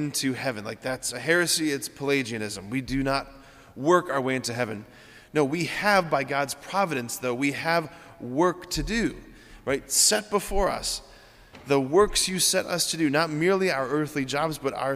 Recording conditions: large echoing room